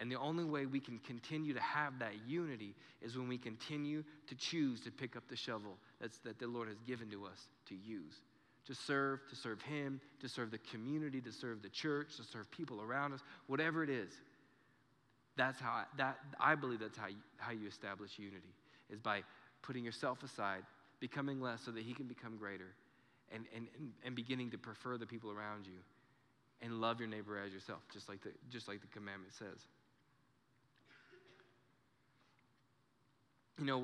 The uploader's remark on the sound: Recorded live during our Sunday morning service.